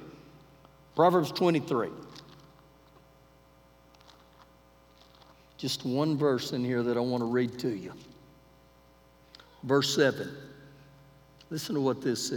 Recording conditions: large echoing room